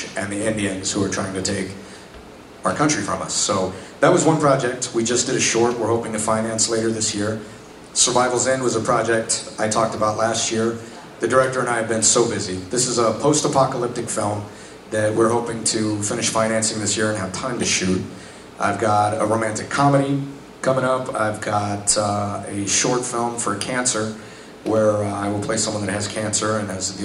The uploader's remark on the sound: Panel from Pensacon 2016